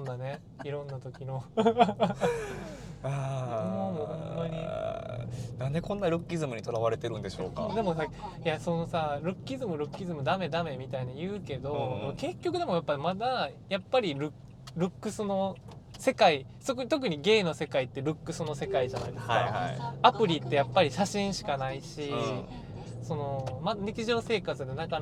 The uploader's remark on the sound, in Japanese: 今回はドライブしながら収録しました!!車内の会話を盗み聞きする感覚で聴いてみてください。